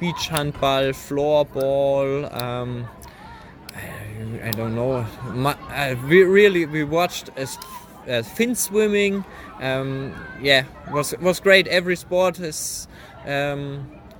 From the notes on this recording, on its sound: This episode was recorded at the Widnau tournament